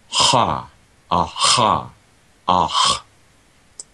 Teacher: Maybe I'm adding a little extra constriction in the vowels, partially because I'm sort of like ramping up my effort a little bit. Mm-hmm. And I always try to relax that as much as possible. · So let's start with the voiceless uvular fricative.